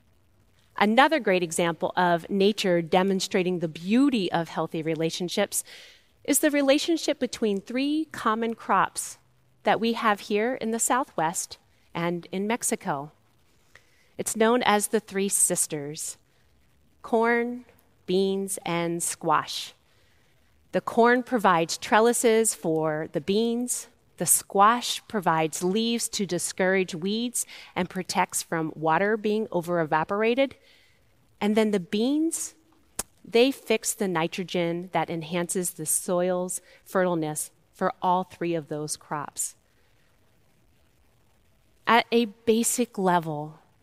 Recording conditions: large echoing room